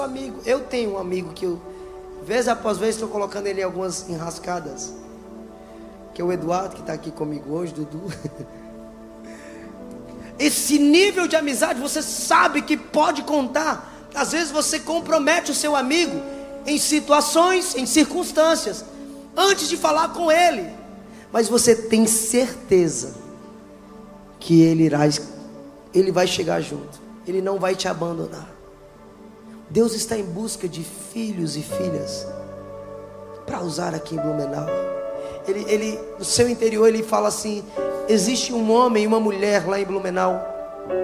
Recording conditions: large echoing room